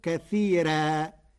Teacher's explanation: يضل به كثيرا ويهدي به كثيرا، قرأ ورش كلمتي كثيرا بترقيق الراء فتصير كثيرا لأنها لغة بعض القبائل